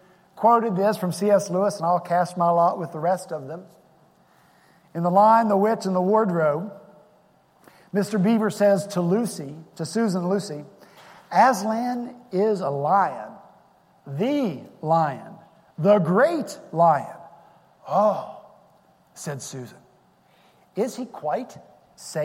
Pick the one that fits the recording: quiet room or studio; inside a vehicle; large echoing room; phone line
large echoing room